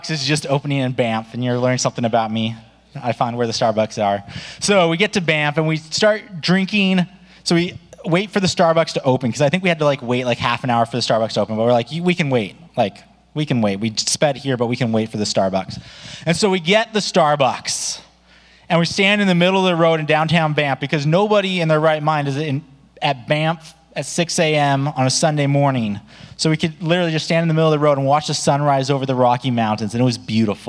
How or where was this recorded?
large echoing room